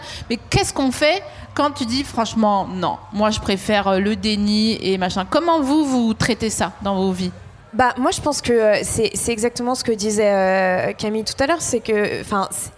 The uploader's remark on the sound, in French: Devant un public de pantins énergiques. Au festival We Love Green (Bois de Vincennes).